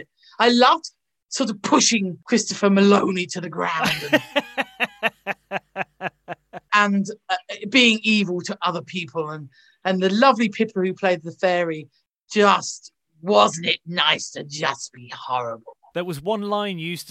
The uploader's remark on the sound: thanks to the power of zoom